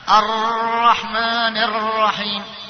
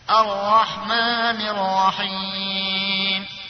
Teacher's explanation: لما تقرأ الرحمن الرحيم صار راءات كثيرة، لكن إذا مسكت لسانك في مخرجها وجبت شدة وتفخيم من غير تكرار · Shown in: second take · يصير رائين بس، الرحمن الرحيم، هذا معنى تكرير.